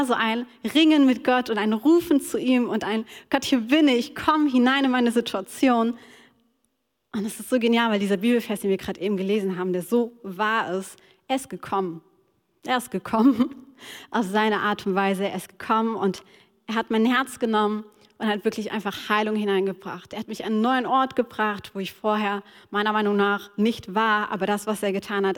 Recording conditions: large echoing room